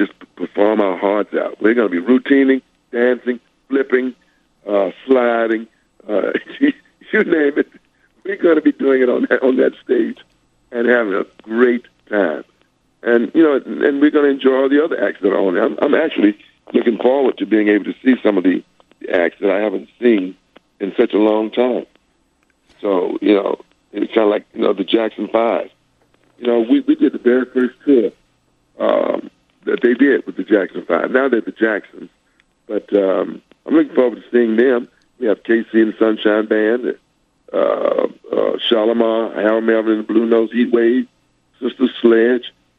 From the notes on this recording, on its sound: Called in to chat.